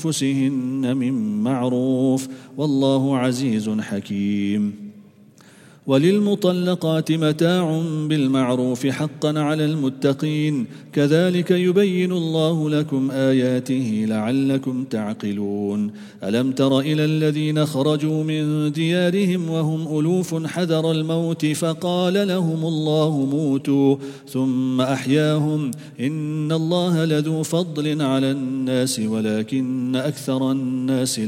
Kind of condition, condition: setting, large echoing room